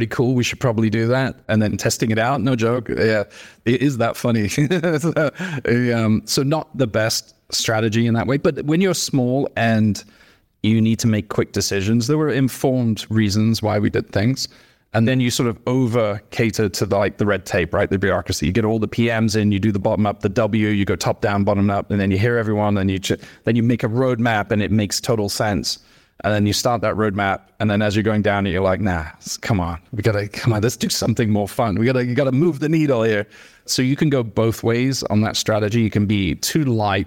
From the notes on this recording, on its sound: We recorded this conversation live in the heart of NYC at Barclays Rise , as part of a series of events during New York Tech Week. We recorded this conversation live in the heart of NYC at Barclays Rise , as part of a series of events during New York Tech Week.